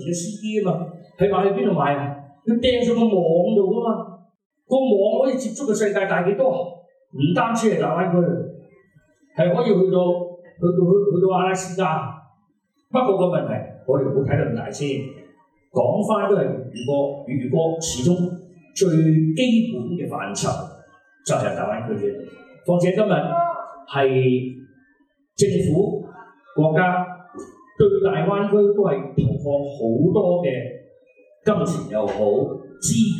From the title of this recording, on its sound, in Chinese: 1200书店分享会现场